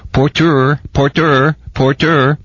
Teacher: with accent on the last syllable, or equally on both